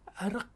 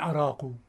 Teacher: لأنه ما في حرف مد بين الراء والقاف · Shown in: first take